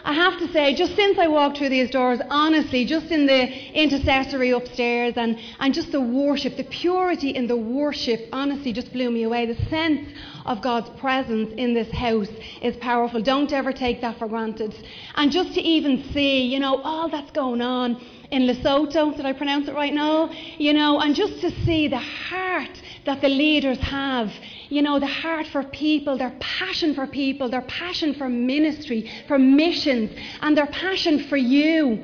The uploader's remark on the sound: Recorded live in Liberty Church.